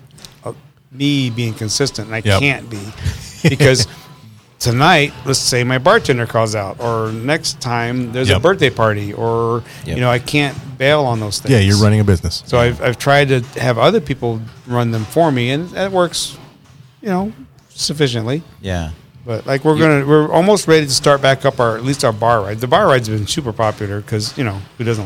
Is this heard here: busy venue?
yes